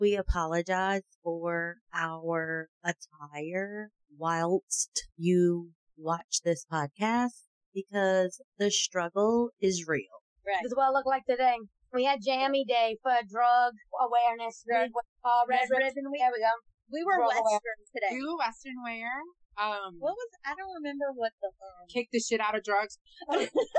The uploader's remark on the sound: Excuse the audio, first timers here